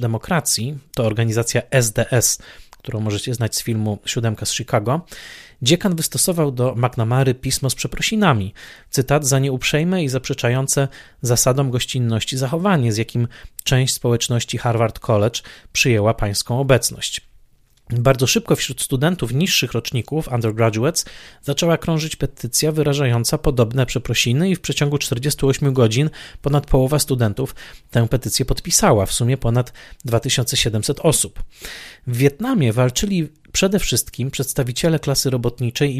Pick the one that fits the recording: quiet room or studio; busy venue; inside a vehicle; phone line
quiet room or studio